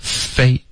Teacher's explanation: 就轻轻的呼出气、嗯、呼出气啊。对啊然后就这么简单下唇贴着上齿对吧 · Term: F 的音